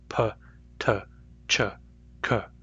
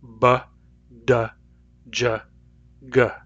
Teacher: They're both plosives, but the p sound is made with resting vocal cords, whereas the b sound is made with vibrating vocal cords. So what English is doing here is it's using phonation to double the number of consonants.